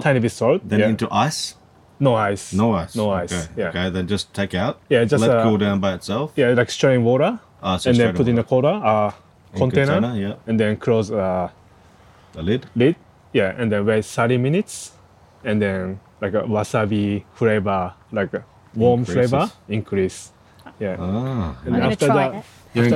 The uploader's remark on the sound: Smack bang in the middle of the farm, we sat down and recorded